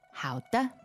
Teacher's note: So 好的, what are the tones there? It is third and neutral. 好的. Sometimes you can drop the "the" even.